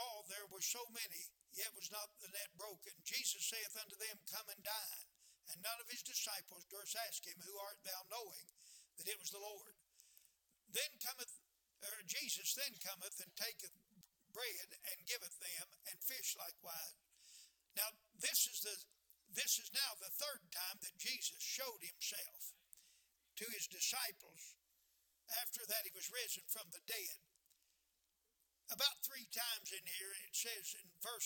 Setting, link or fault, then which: setting, large echoing room